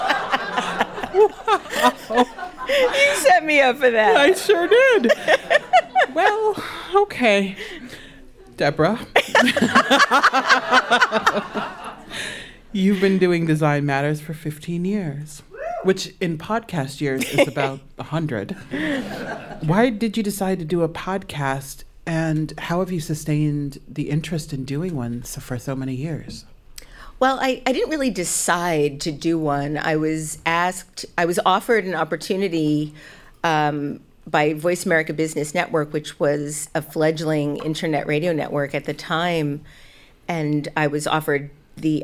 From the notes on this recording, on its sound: Was recorded live at WNYC’s Green Space as part of a celebration of 15 years of the podcast.